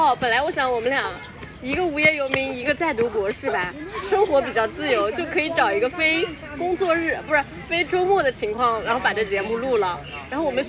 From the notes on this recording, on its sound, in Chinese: 录制于北京动物园的一期考古科普节目。录制时我们面对着亚洲象，有着极其自然喧嚣的环境音，你能听见飞来飞去的乌鸦叫，和跑来跑去的尖叫小朋友。